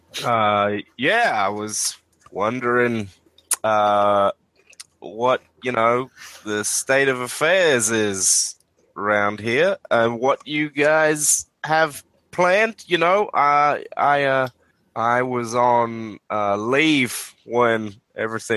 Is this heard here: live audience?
no